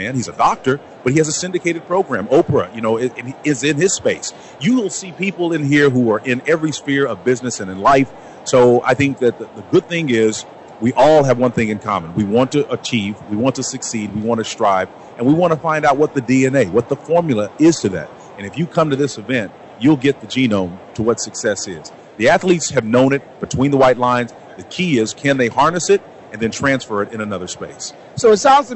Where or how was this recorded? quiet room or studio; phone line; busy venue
busy venue